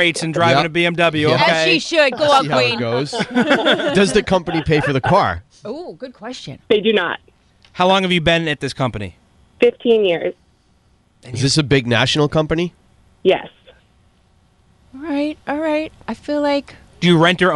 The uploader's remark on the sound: People called in anonymously